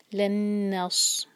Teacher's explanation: لن نص نون پر ٹائم دیں گے اور آگے صاد. صاد کو سین کی طرح نہیں پڑھنا، زبان کی ٹپ نہیں یوز ہوگی